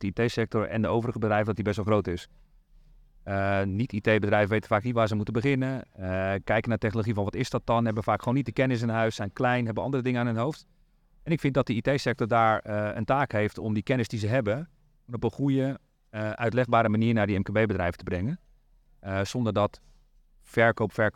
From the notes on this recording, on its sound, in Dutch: De Saas Channel-podcast werd live opgenomen tijdens de Tech Drinks in Amsterdam